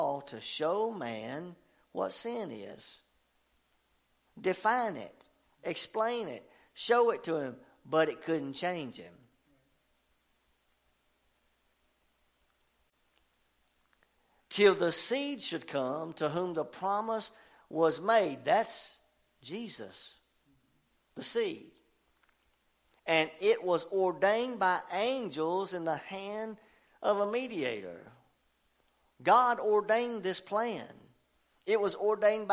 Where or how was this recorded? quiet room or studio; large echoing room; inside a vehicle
large echoing room